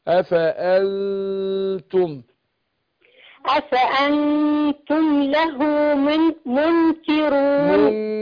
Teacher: أفأن النون ساكنة بعدها تاء، ده إخفاء، أخفي النون عند التاء مع الغن حركتين